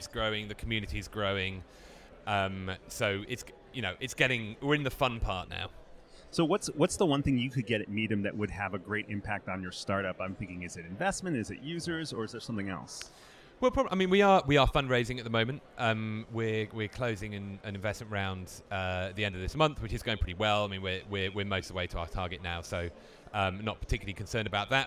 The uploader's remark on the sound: Endlesss is a finalist at Midemlab, the annual pitch competition launched the likes of SoundCloud, KickStarter, Soundcharts, and The Echo Nest. Recording interviews on the spot in Cannes!